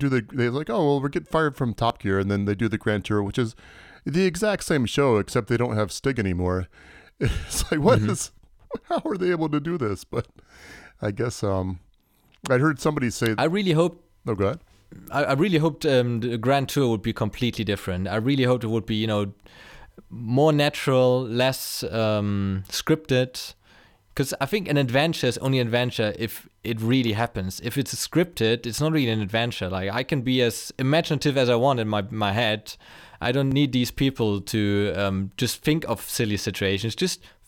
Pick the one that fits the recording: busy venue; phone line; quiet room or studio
quiet room or studio